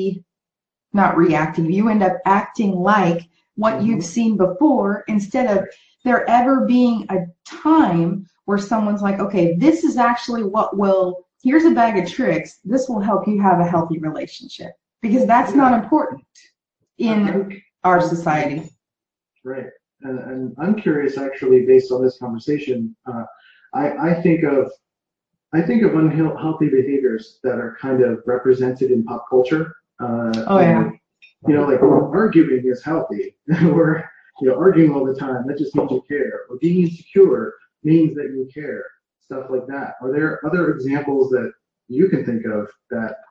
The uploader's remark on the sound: on a Facebook Live in her group Passion + Action